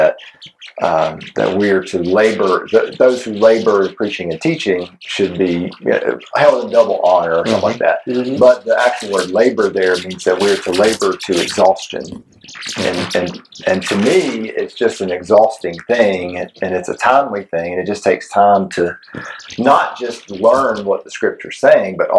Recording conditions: distortion